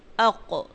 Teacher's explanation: زبان کی جڑ جب کوے کے قریب نرم تالو سے لگتی ہے تو وہاں سے قوف ادا ہوتا ہے. اق جب آپ اق ادا کرتے ہیں تو بالکل زبان کی جڑ پیچھے نرم تالو سے لگتی ہے، تو یہاں سے قوف ادا ہوتا ہے.